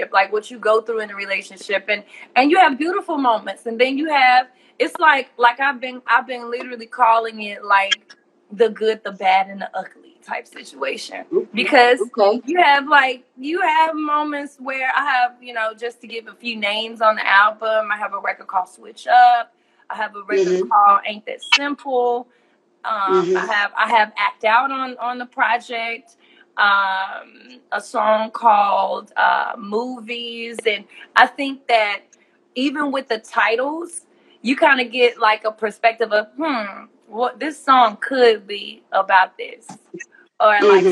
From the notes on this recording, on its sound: in a special Instagram Live #WFH edition